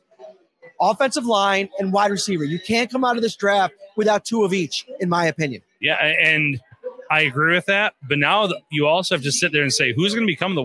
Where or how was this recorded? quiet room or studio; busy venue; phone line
busy venue